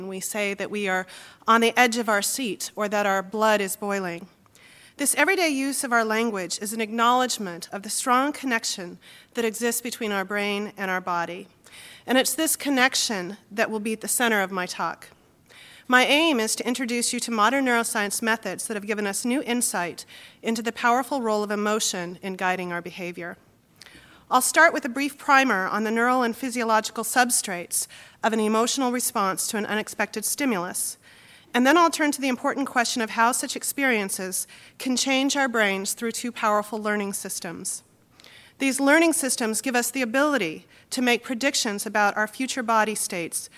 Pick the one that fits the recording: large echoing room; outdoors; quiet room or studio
large echoing room